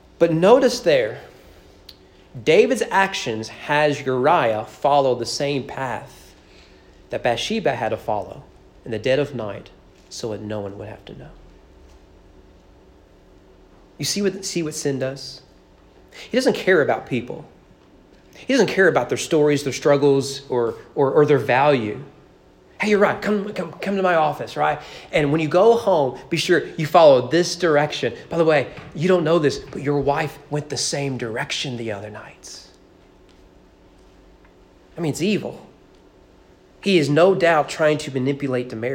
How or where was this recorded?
large echoing room